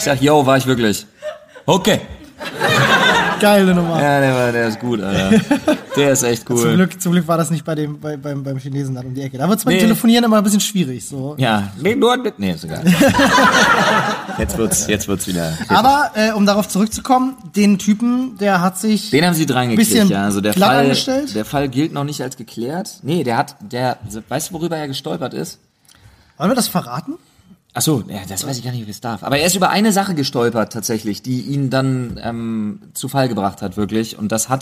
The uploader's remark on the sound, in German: Live von der MAG! Wir waren auf der MAG 2019 in Erfurt und haben LIVE mit euch eine Folge der Sprechstunde aufgenommen!